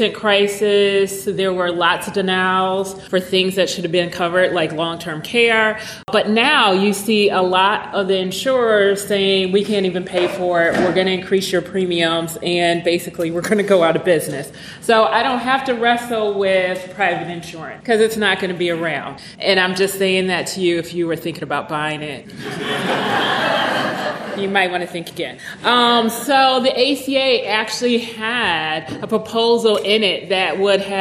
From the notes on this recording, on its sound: This episode was recorded at our recent conference entitled Getting Real About Health Care for All. An outstanding panel at the conference asked the question Can We Make Health Care Inclusive?